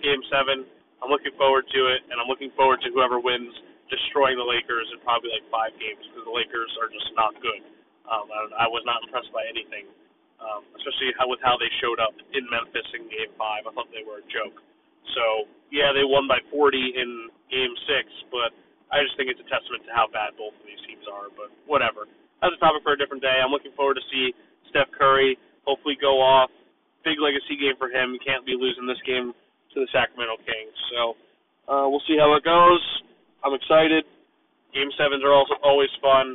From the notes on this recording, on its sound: Sorry for poor audio, but better than no audio!